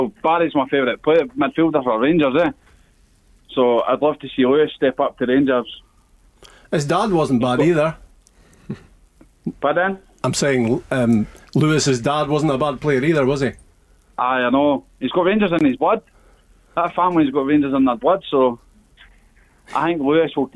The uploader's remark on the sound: Joined in the studio. On the phone.